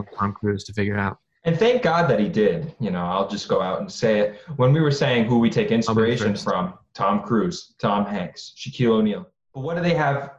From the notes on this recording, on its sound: In this zoom episode exclusive, we explore all of the possibilities zoom can afford us to provide the quality entertainment YOU expect.